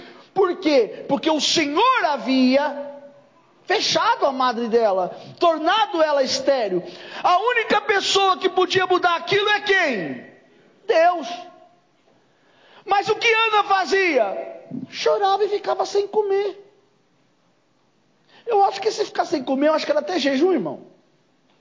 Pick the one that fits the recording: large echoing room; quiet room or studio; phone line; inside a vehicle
large echoing room